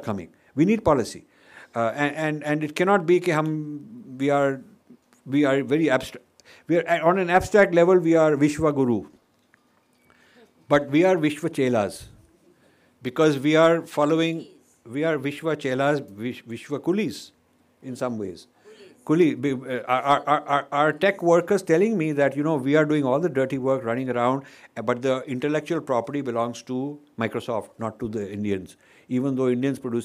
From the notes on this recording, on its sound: Educational lecture delivered to the senior leaders of Indian Social Sciences establishment in Delhi